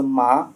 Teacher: for example, ma, with rising pitch contour